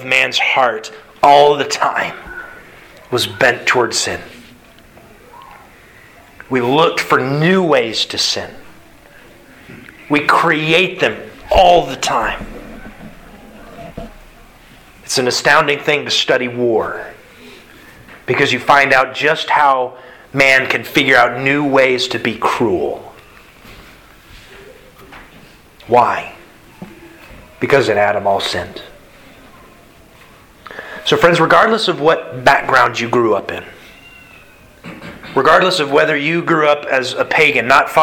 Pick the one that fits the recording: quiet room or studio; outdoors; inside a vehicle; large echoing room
large echoing room